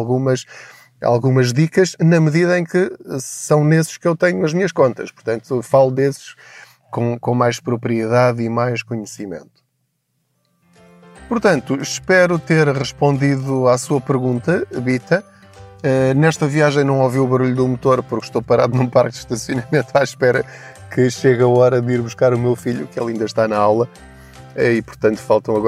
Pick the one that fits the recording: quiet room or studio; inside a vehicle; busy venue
inside a vehicle